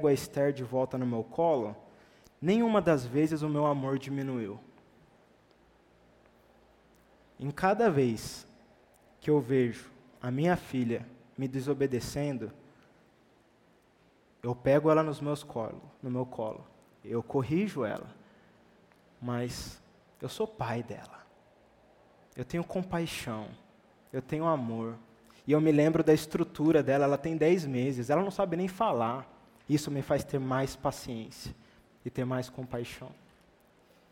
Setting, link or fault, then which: setting, large echoing room